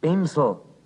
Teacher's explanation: Den Austausch des N gegen ein M finden wir im Wort Bemsel